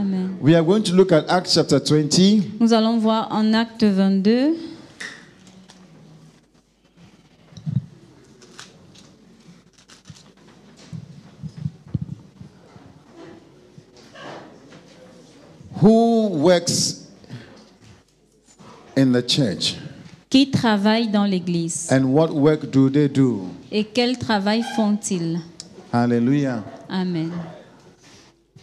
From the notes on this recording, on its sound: Preached during FCIM National Workers Conference 2022 Day 2 Session 2